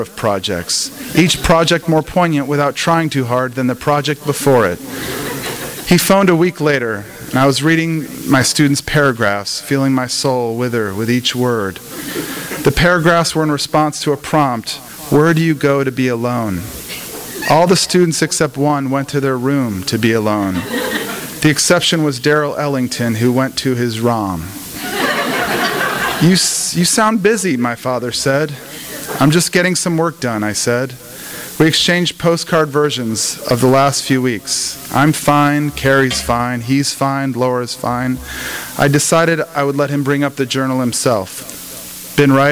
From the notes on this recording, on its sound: THIS EVENT WAS RECORDED LIVE AT SKYLIGHT BOOKS APRIL 12, 2012.